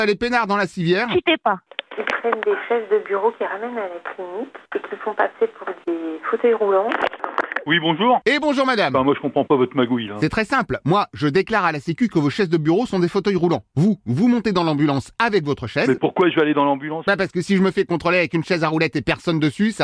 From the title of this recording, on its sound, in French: L’appel trop con de Rire & Chansons